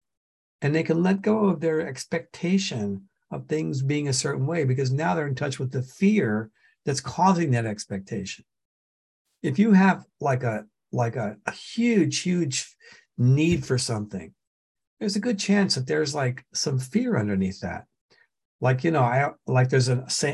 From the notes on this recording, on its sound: The shows are now all hosted on Zoom.